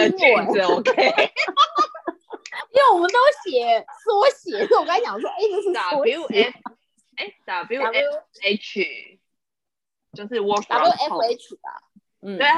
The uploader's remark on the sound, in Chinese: 因為我們要厲行居家隔離，所以錄音工作改成遠距錄音。第一次操作還有很大的改進空間。